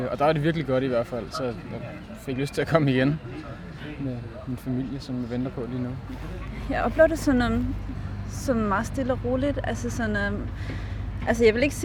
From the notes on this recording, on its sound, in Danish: Fornem stemningen på Bloom i Søndermarken med den første officielle podcast fra natur- og videnskabsfestivalen.